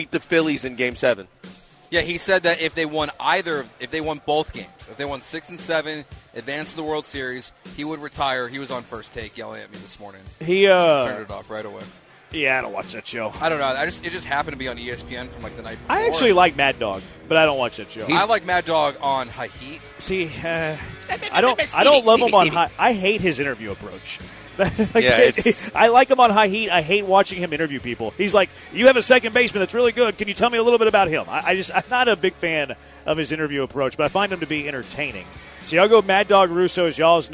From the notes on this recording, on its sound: LIVE from The Tailgate!